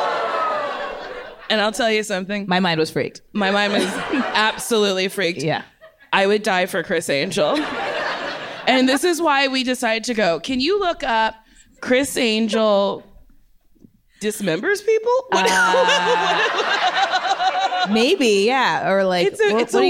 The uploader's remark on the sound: audience questions